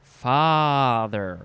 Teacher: the ah sound is called broad or open, because your mouth is big and open.